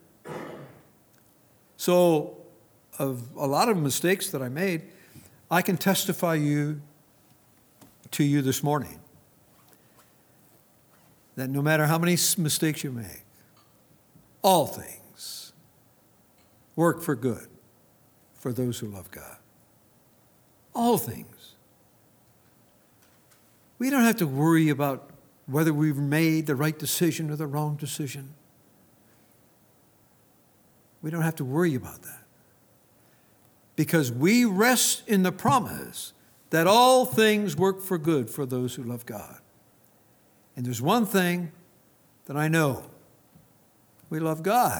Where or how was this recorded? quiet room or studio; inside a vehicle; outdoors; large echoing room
large echoing room